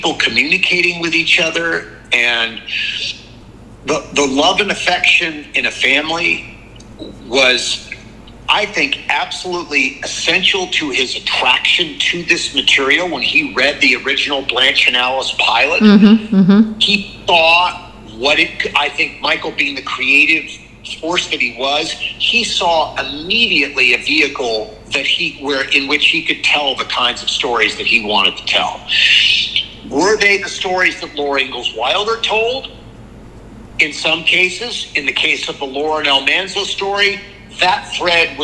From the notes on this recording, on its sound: in a phone interview